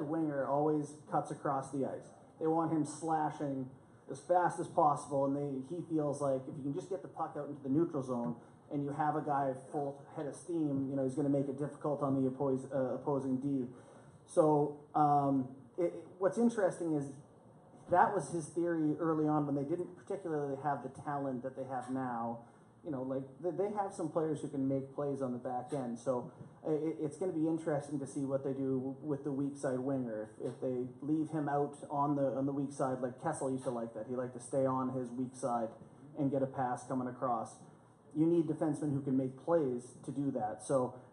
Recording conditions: live audience